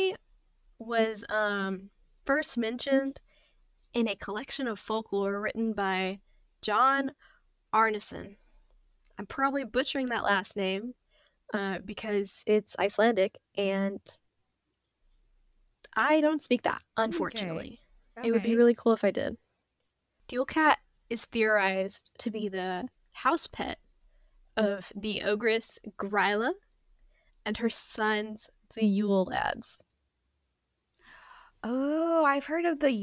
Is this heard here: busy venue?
no